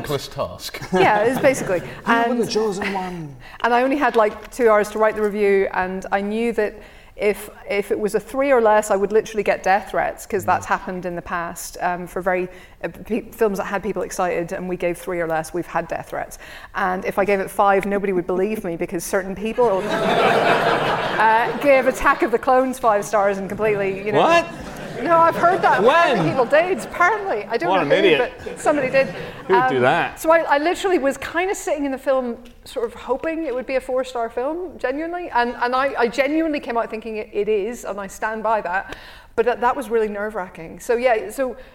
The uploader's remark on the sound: Live Special at the Glasgow Film Festival. The team journeyed North to bonnie Scotland to record live at the Glasgow Film Festival.